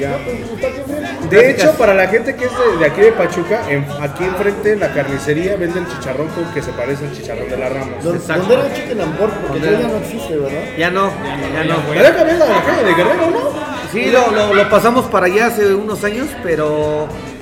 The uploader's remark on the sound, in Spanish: en vivo desde el club de Tobi en la ciudad de Pachuca